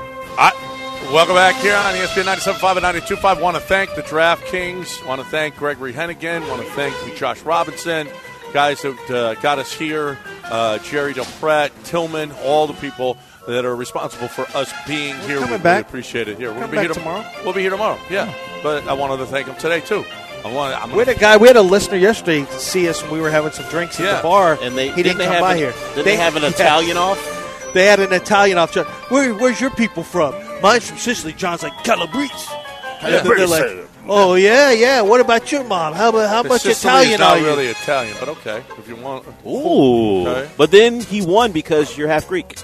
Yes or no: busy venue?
yes